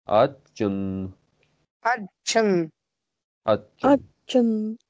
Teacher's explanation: Д и Дж э, друг друга оглушают. И получается Атчен. Такой звук.